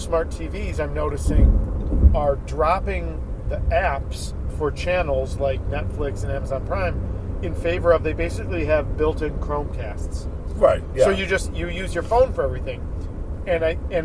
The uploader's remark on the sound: As they drive to Brooklyn. Road Trip to BAM.